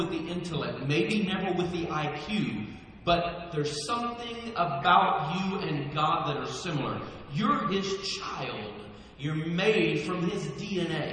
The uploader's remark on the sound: Please forgive the poor audio quality of this recording.